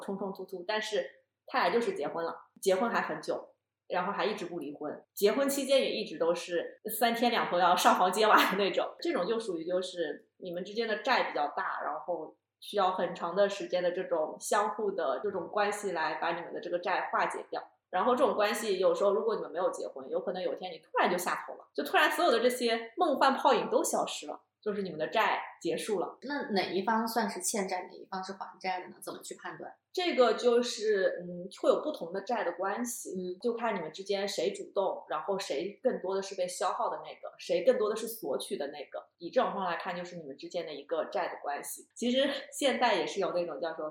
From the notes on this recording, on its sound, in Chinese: 这期音质在后期上做了点努力，但前期收音上确实比较差强人意，后续咱会在硬件上做做努力。